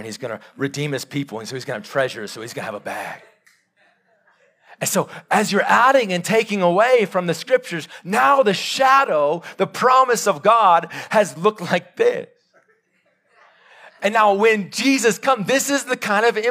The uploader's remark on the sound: Live sermon recorded 15-May-2022